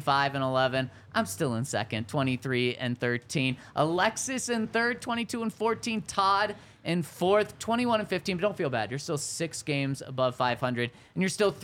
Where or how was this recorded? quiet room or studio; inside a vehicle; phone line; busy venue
busy venue